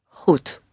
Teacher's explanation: And the D at the end is indeed like a T, isn't it?